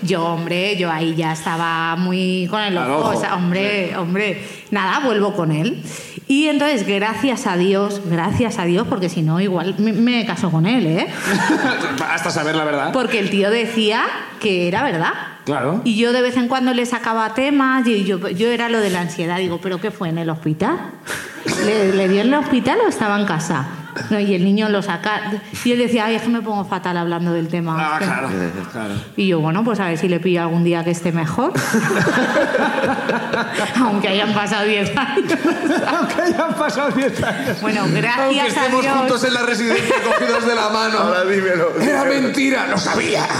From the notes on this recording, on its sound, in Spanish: El público sube a contarnos.